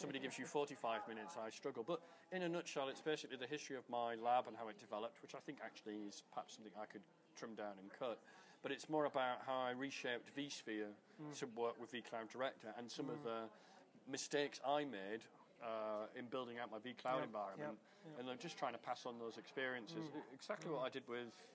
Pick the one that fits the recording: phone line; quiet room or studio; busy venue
busy venue